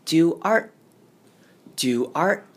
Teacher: art 后面的 T 其实是几乎听不到的，我们只会稍作停顿来表示后面好像有一个音节